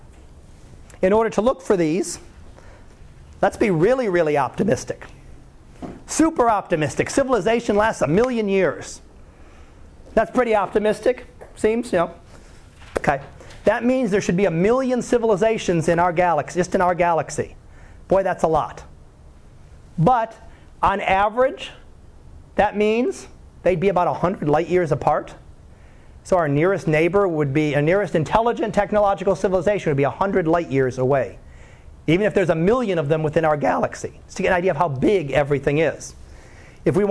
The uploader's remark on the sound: Live Class Lecture